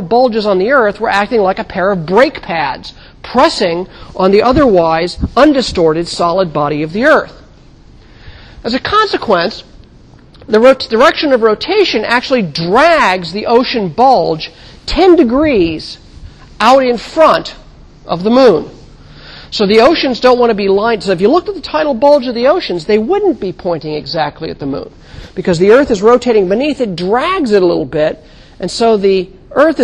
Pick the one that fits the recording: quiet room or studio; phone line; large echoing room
large echoing room